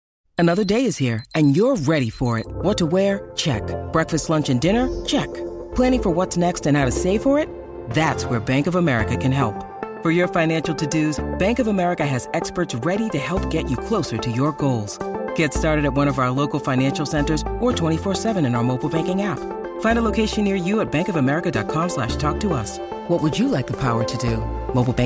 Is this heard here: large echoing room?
no